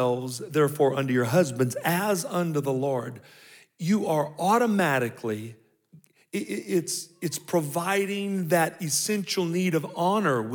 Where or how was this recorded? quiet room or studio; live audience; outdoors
live audience